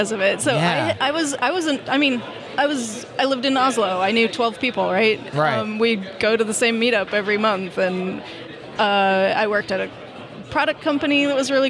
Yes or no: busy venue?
yes